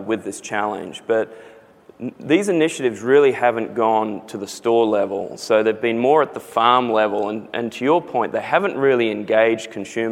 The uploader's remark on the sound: The best of live interviews from GreenBiz events.